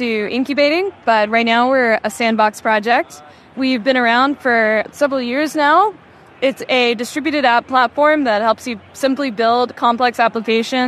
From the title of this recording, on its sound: Live From KubeCon 2023